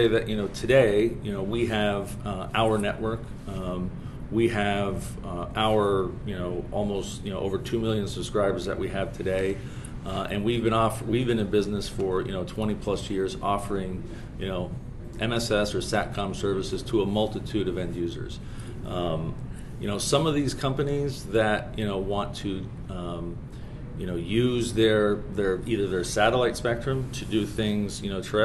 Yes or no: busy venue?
yes